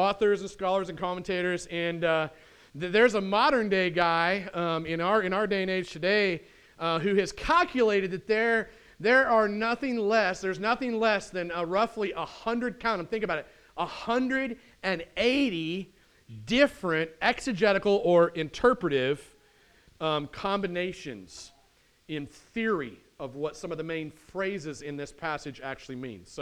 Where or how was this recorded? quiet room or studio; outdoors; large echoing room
large echoing room